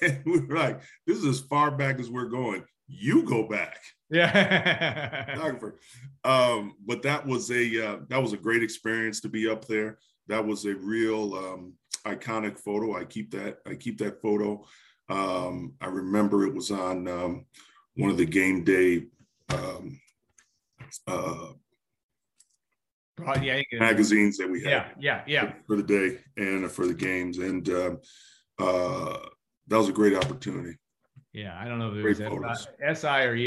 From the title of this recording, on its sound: Birthday Zoom